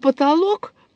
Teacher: А в слове «потолок» у меня нет никакого стационарного участка. И наоборот, так сказать, полное изменение акустической картины.